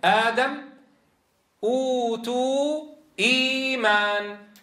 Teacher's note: فأبدلت العرب الهمزة الثانية الساكنة حرف مد من جنس حركة الهمزة الأولى وهي الفتح، فتبدل ألفا. · Term: مد البدل